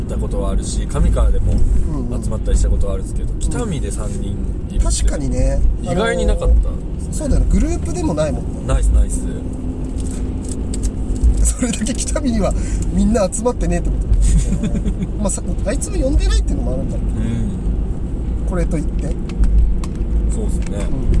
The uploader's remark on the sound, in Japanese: ３周年記念北見オフラインに向かうドライブ収録！